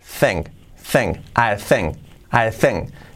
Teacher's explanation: Y la K del final casi ni la pronuncio